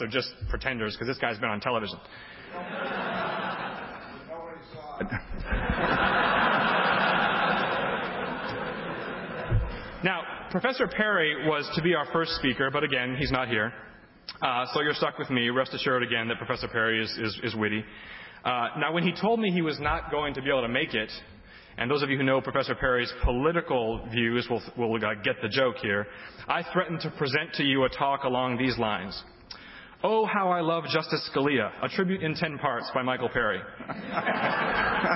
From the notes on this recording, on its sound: The Federalist Society's Student Division presented this panel at the 2007 Annual Student Symposium on February 23, 2007.